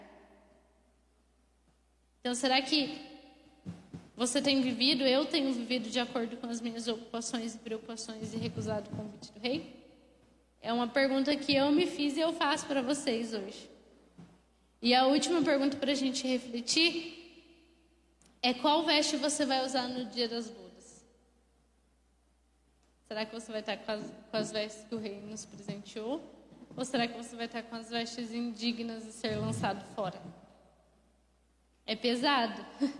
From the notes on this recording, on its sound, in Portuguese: Mensagem ministrada ao vivo